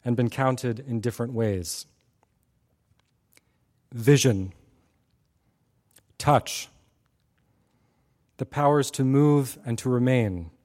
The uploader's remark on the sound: Audio recording of a lecture delivered on September 9, 2016. As part of the Formal Lecture Series.